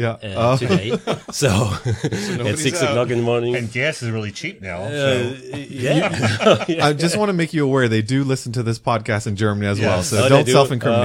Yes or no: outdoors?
no